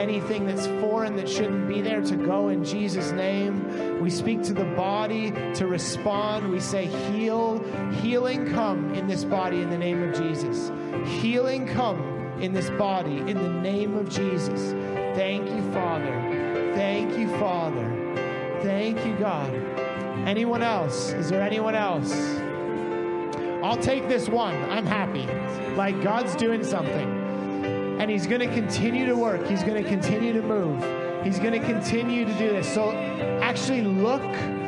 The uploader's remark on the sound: Sunday Morning Service - Audio